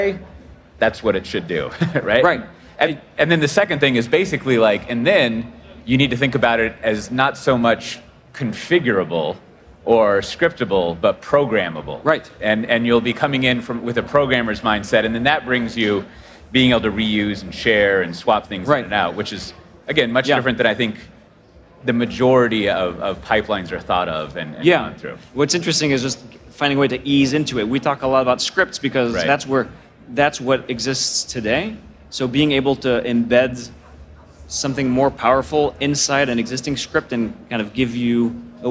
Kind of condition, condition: setting, busy venue